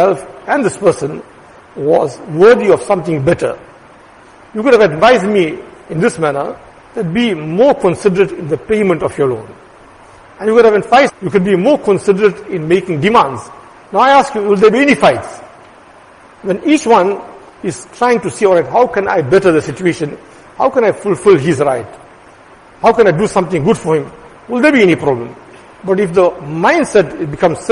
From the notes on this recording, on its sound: Jumuah lecture